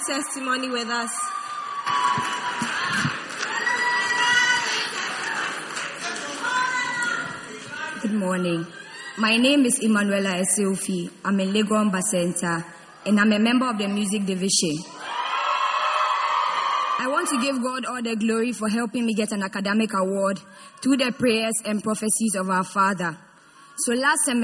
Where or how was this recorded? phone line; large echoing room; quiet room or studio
large echoing room